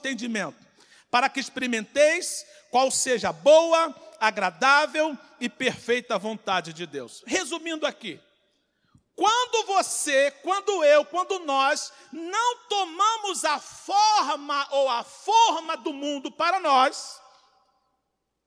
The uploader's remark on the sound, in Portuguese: CULTO DE LOUVOR E PALAVRA AO VIVO